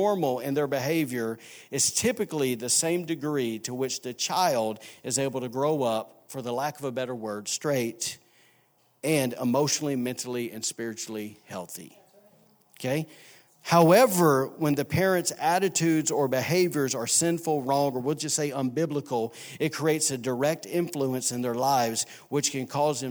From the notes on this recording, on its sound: was recorded on Sunday, February 17, 2019, during service at The Anchor Church in Rockport, Maine